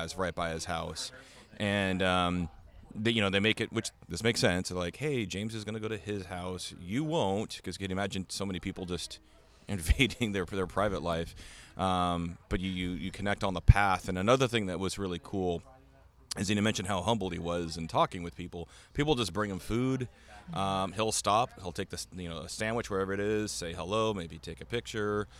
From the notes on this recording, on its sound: Come to you live from The Hammered Dwar f in Snohomish, Washington. Come to you live from The Hammered Dwar f in Snohomish, Washington.